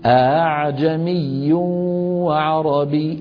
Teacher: همزتان. من العرب لما بيجي للهمزة الثانية لا يقفل الوترين الصوتيين قفلا محكما · Term: تسهيل الهمزة